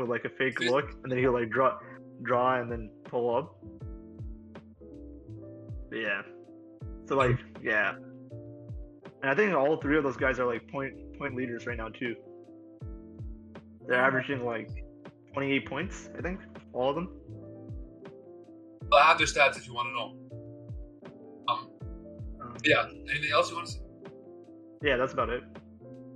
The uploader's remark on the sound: We also apologize for the poor sound quality